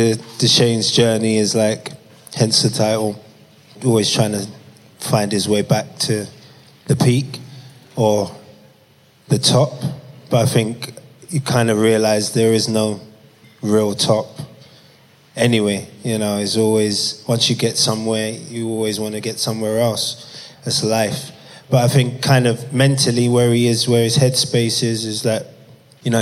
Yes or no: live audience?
yes